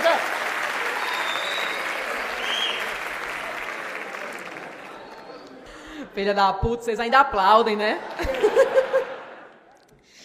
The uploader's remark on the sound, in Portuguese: Show gravado no Teatro Gazeta.